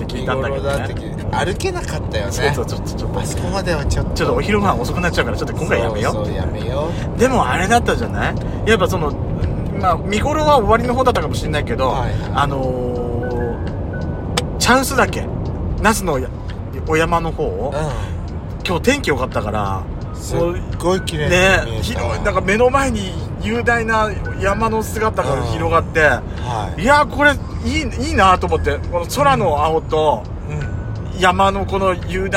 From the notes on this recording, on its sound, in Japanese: ドスドライブ収録。ロードノイズゴメンね。遠征レポート栃木。